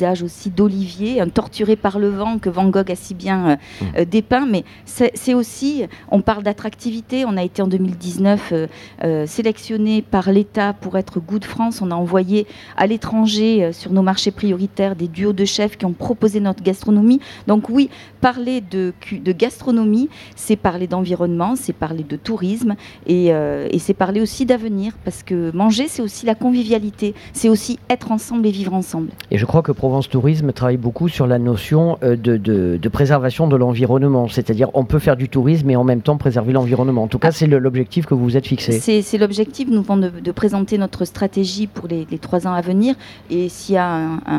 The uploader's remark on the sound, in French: Troisième et dernier plateau de Radio Grenouille au Street Food Festival, le festival de la nourriture de rue, place de la Major, remplie de saveur.